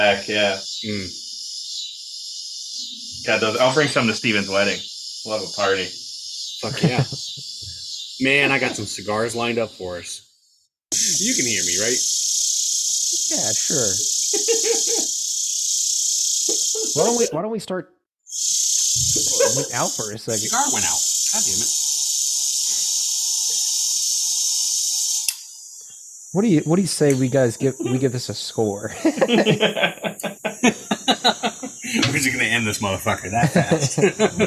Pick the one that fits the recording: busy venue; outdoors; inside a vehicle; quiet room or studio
outdoors